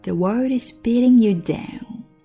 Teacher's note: world 跟 is 连读